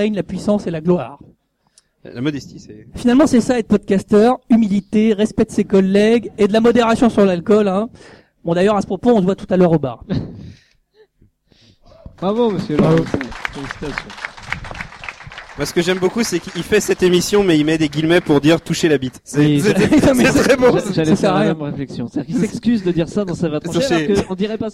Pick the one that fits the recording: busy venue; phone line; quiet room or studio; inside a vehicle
busy venue